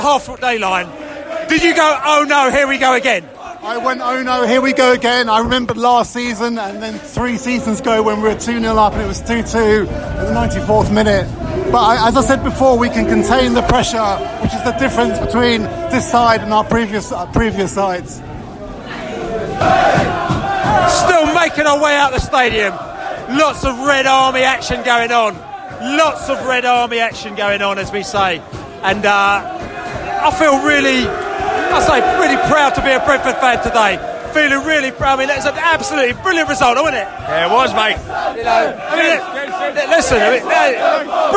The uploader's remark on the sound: We’re Just a Bus Stop in Hounslow - post QPR v Brentford match podcast from the pub.